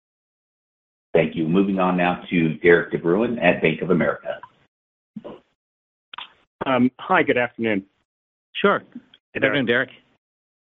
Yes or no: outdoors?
no